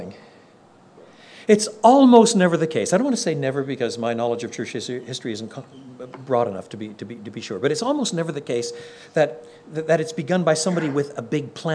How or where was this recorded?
live audience